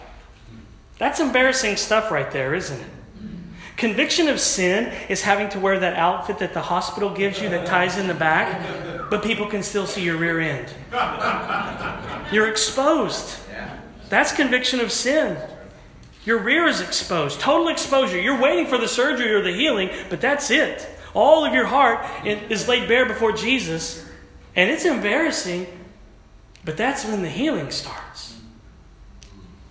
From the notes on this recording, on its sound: at our annual Converge PACWEST Pastors and Spouses Conference